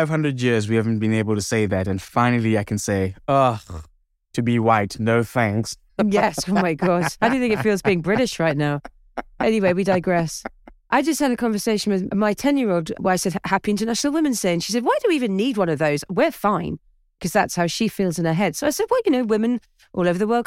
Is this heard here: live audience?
no